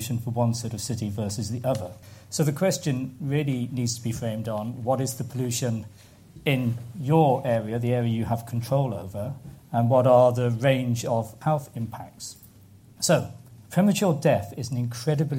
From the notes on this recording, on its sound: a panel of experts at a recent FT event in London